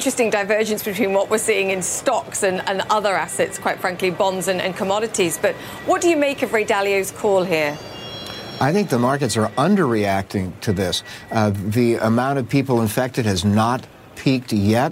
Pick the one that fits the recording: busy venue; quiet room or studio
busy venue